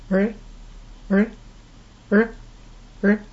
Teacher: This is made by putting the tongue very near the roof of the mouth with an open mouth and sounding the letter, but not actually quite touching the roof of the mouth with the tongue.